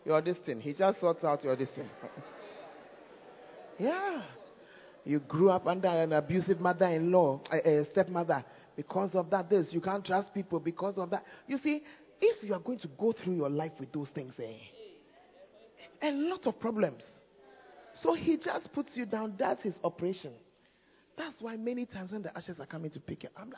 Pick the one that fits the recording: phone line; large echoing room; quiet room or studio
large echoing room